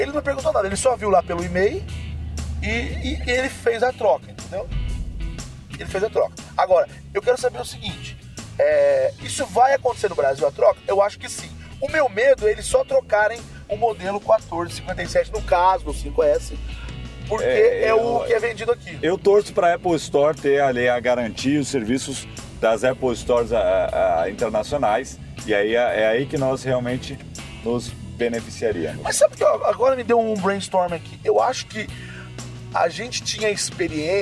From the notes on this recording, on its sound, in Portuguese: Um pouco sem voz por conta de um resfriado. Durante um percurso de carro. O áudio não ficou tão bom porque havia ruídos do carro. Utilizamos o lapela Rode Mic no motorista. Um H1 no passageiro.